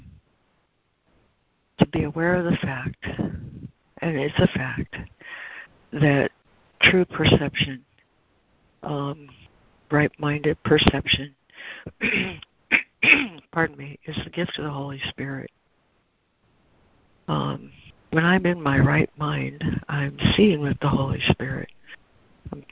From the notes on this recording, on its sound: ACIM Daily Conference Call.